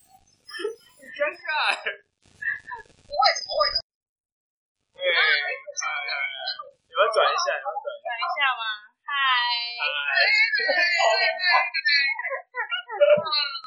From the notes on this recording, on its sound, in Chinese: 這集音質很差。好啦因為我們臨時起意用電話錄音對不起啦大家。